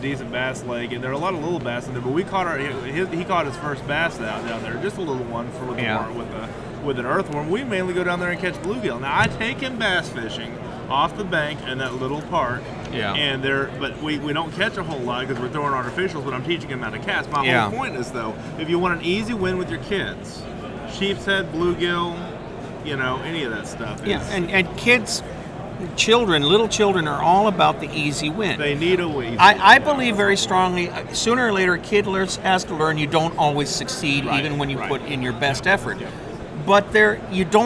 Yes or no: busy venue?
yes